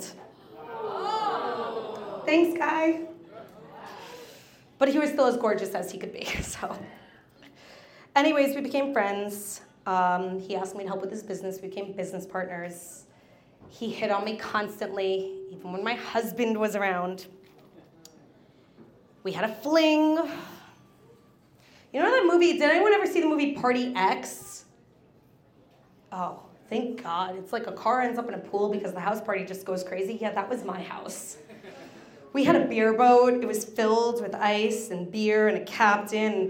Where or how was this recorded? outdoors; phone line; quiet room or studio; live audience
live audience